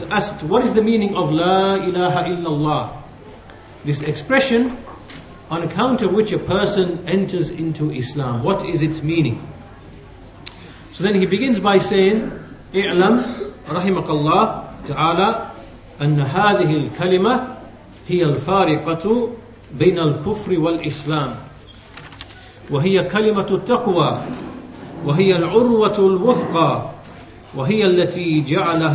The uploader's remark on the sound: at the Leeds, The Correct Path conference